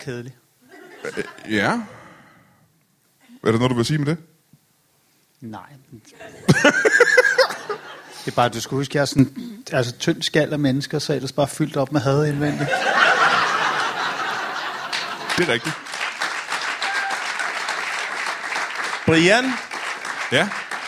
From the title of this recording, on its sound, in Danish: LIVE fra Herning